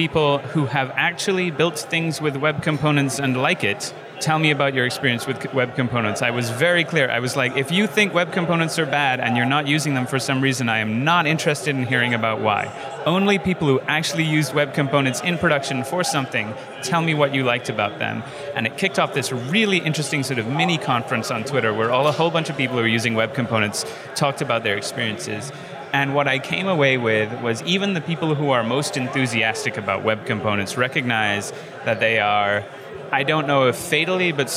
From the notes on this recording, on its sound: on location at Node + JS Interactive in Vancouver